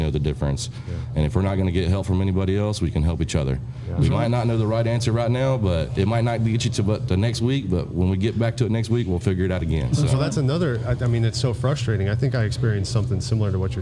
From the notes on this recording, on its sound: Taped at Line Creek Brewing Co., Fayetteville, GA